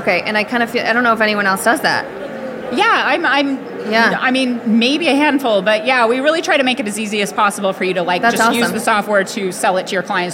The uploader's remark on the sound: Live From WPPI 2023! Hosted a series of LIVE podcasts on the WPPI stage.